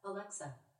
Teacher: The stress is on the middle syllable.